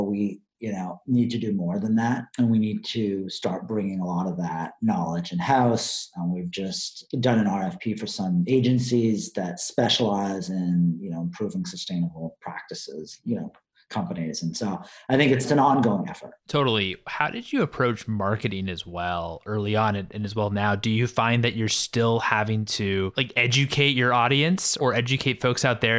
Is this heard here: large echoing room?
no